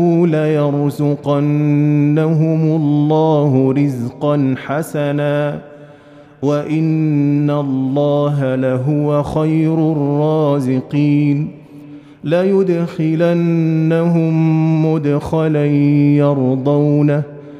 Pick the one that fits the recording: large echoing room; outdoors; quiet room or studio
large echoing room